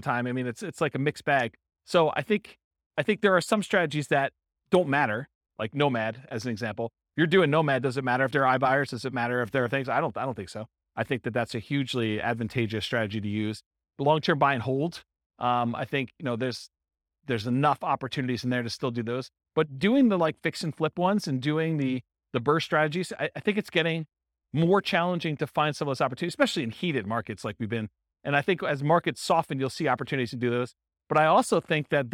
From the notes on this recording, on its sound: This was a live class recorded